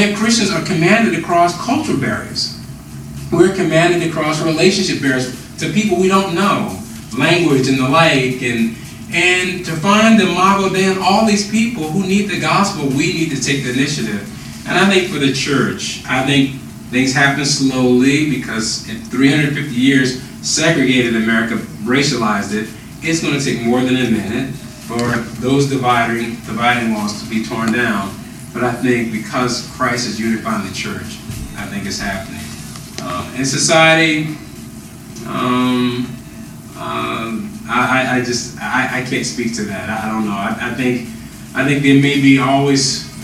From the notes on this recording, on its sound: We’re sorry for the audio quality on this one. We recorded this on the road and one of our mics malfunctioned. We decided to post the interview despite the sub-par audio.